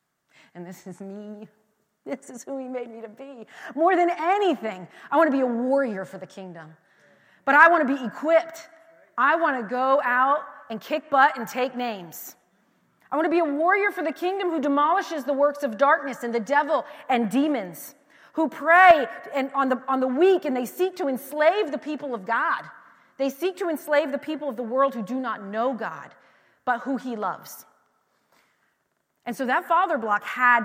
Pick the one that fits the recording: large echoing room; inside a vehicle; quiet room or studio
large echoing room